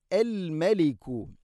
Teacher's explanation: മീമിനെ പിന്നെ നേർപ്പിക്കണം, കനപ്പിച്ചുകൊണ്ട് ഉച്ചരിക്കരുത്.